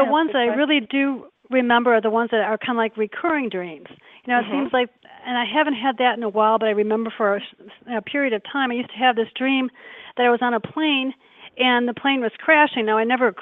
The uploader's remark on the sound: In the second half of the show, we'll also open the phone lines.